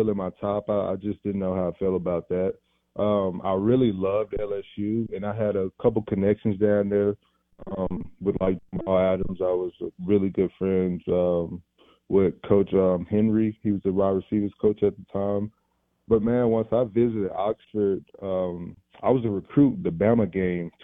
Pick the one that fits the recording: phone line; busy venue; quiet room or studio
phone line